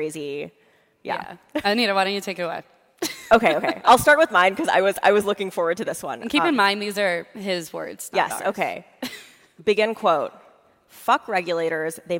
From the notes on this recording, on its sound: Live from TC Crypto. We tore up the script for our Thursday episode this week, which we recorded live on stage at our TechCrunch Crypto conference in Miami.